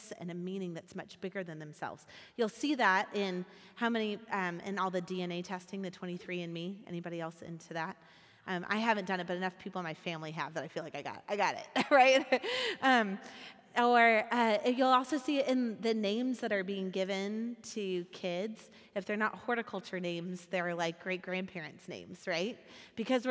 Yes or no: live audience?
yes